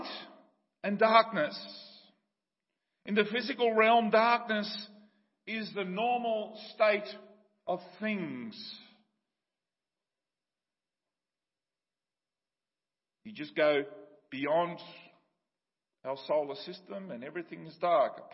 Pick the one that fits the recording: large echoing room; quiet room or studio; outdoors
large echoing room